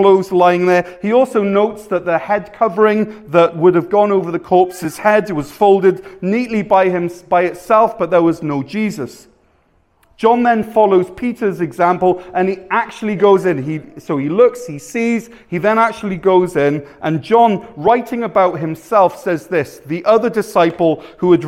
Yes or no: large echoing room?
yes